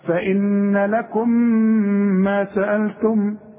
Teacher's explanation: يبقى عندي اتنين ميم دوبل اظن، ويبانوا انهم اتنين مش واحدة · Term: ميم ساكنة وبعدها ميم متحركة